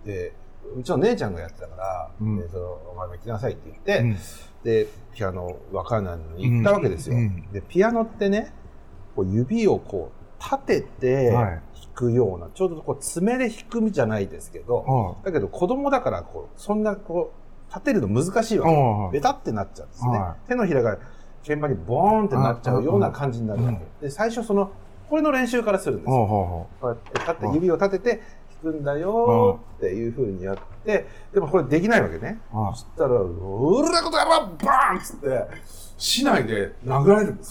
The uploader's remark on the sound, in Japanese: 代々木上原にある 【ウェルファン カフェ】 さんにて収録。ラテン系マスターのお店で生ハムを食べ比べながらのトークをお送りします。